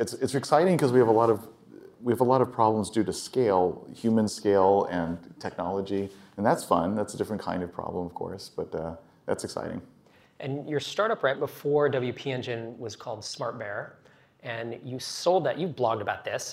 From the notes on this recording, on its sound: Recorded at a MicroConf Local in Austin. For a fireside chat at the WP Engine headquarters.